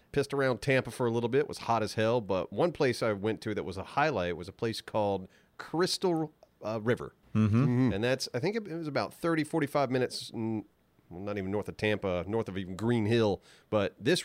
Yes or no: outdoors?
no